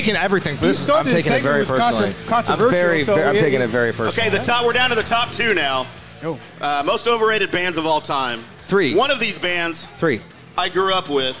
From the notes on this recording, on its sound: LIVE at Barrel & Bones in The Colony